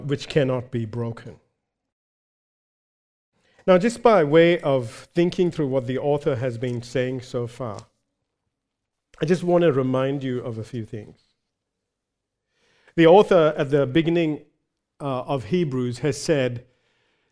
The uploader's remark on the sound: recorded live at Grace Community Bible Church